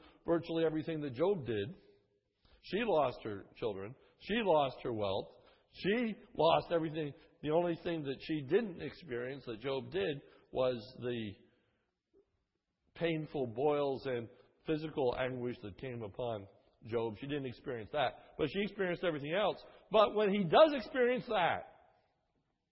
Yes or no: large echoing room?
yes